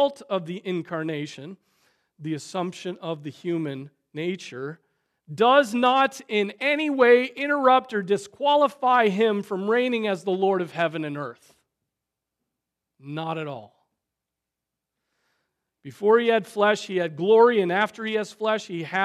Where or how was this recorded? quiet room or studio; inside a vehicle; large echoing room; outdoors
large echoing room